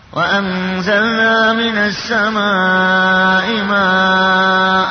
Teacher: كلمة منصوبة مفتوحة بحركتين وأنت تقف عليها تقف بالألف · Term: مد عوض